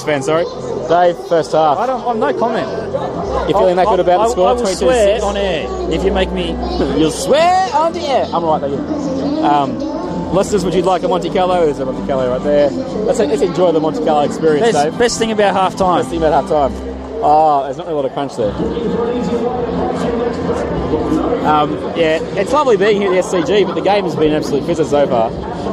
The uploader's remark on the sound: 'live recorded' from the Sydney Cricket Ground for the Dragons-Tigers clash. We've got a few of the younger brigade with us taking in the SCG for the first time.